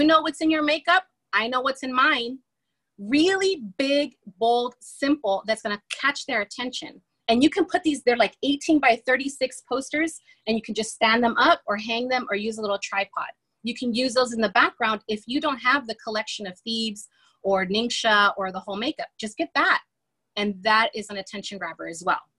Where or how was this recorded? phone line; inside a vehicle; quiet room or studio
inside a vehicle